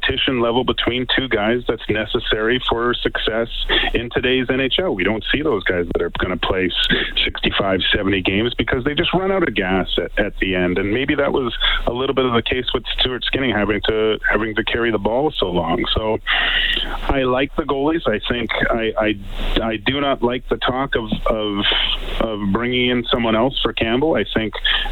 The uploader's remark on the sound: We open up the phonelines